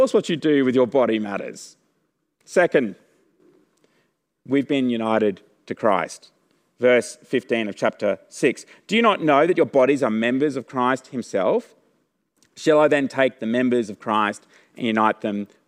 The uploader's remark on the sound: The audio recording this week comes from the 6PM service.